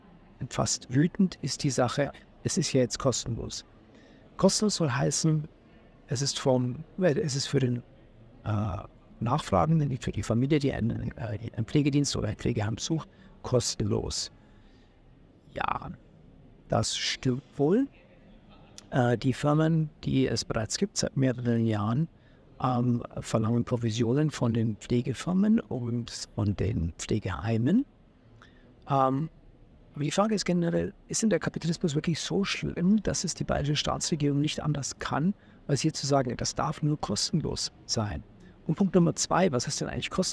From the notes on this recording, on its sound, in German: live vom Deutschen Pflegetag 2023 in Berlin